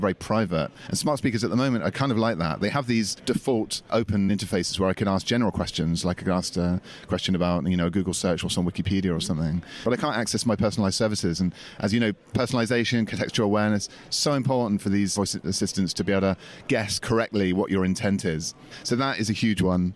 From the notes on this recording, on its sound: live from Project Voice